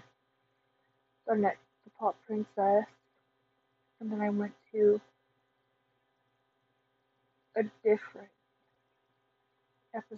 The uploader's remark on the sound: Sorry about the audio quality